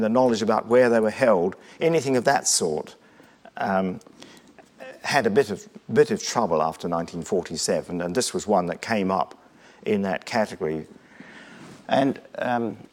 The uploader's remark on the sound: Lunch Hour Lecture on tour at the British Museum